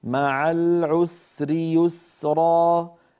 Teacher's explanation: فإن مع العسر يسرا، انظر إلى السينات، مع العسر يسرا، السين في العسر والسين في اليسر كلاهما زمنه واحد وكلاهما زمنه أطول من زمن اللام في العسر لأن اللام بينية بينما السين رخوة